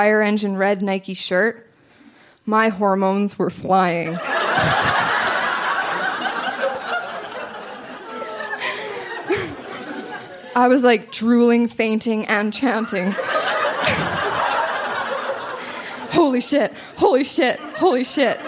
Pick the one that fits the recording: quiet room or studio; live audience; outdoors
live audience